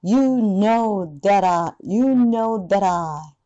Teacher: that の t と i のところがフラップ t になっていて